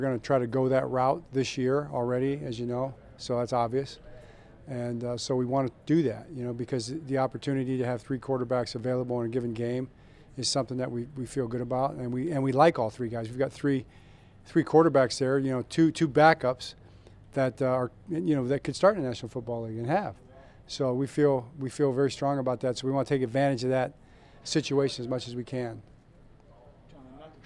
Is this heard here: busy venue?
yes